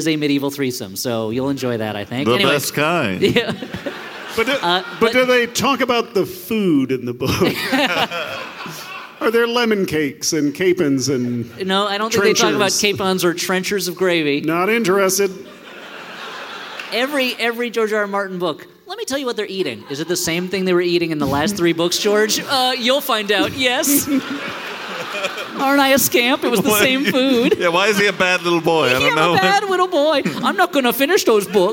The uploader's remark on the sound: This full-sized live show. Here's our live Hellboy (2019) show from The Parkway theater in Minneapolis, MN!